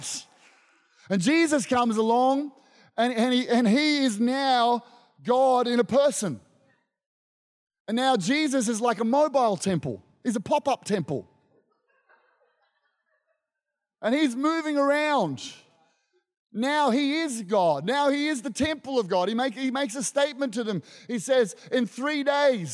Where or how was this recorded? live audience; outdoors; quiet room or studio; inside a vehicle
live audience